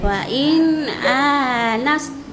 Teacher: Ya, jadi itu idhar. In itu terdengar jelas. Fa'in a, in a, jelas diperdengar dengarannya memang nun sukun, gitu.